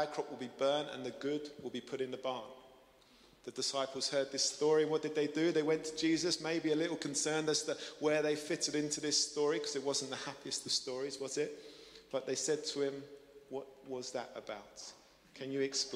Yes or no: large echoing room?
yes